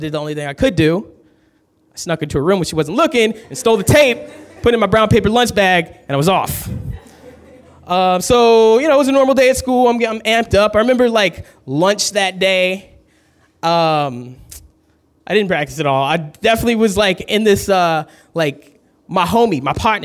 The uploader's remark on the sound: Today we're playing back stories recorded at our last kickback in Oakland. Live shows like this one.